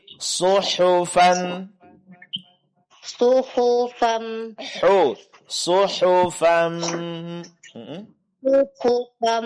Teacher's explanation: suaranya lebih ringan karena makhraj huruf ha itu di tengah-tengah tenggorokan di atas makhraj huruf ha.